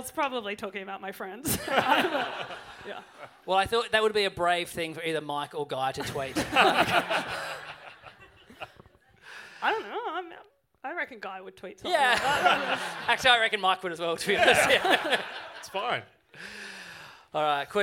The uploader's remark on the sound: Recorded live at Morris House for MICF.